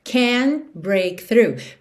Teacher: Percebe que você também não ouve o T de can't.